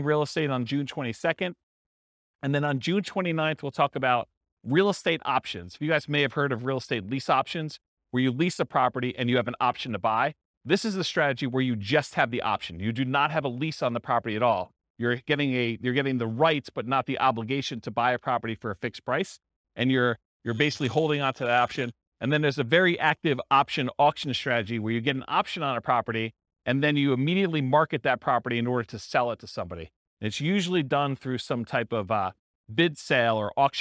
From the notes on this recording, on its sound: This was a live class recorded to give investors a solid overview of the buy and hold real estate investing strategy including short-term rentals.